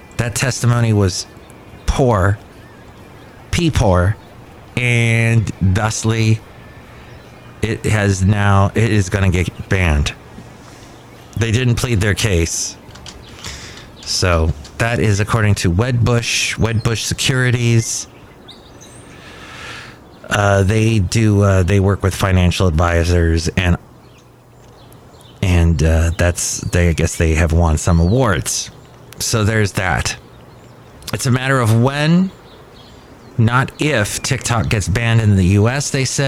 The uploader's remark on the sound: Podcasts live from Cafe Anyway.